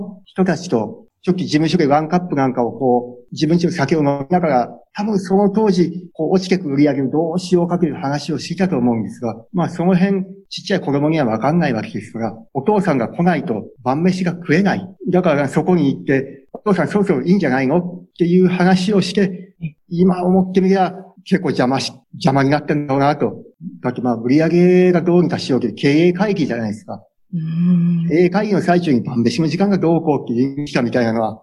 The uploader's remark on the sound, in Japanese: Zoom・オンラインでインタビューをさせて頂きました。